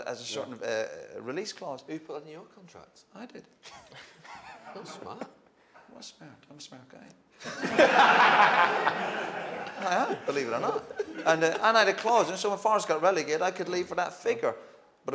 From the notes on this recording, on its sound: Live Fan Debate